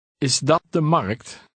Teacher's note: Note that your voice goes up at the end to indicate that you are asking a question.